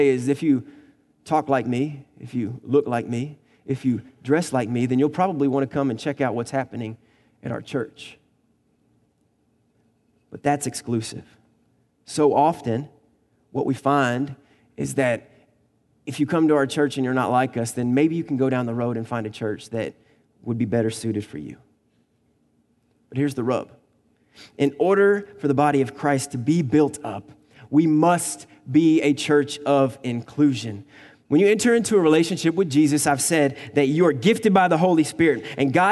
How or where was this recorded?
large echoing room